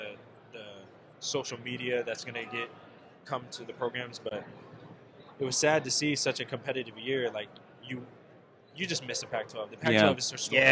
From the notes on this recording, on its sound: live on Radio Row in Las Vegas leading up to the Super Bowl